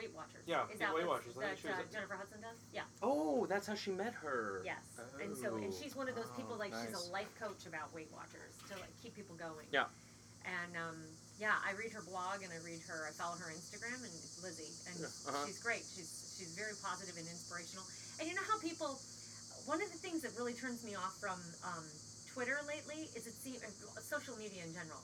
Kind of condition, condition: setting, outdoors